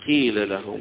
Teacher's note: إشمام الكسر اللي في أولها ضمة عليها، وكذلك بالإضغام.